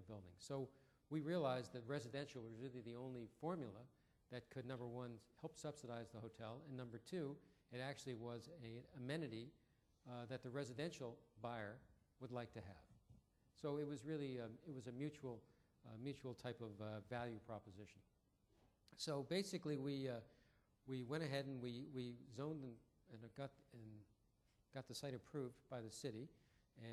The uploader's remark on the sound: Attendants at ULI’s 6th Annual Fireside Chat listened silently. 2014 Fireside Chat.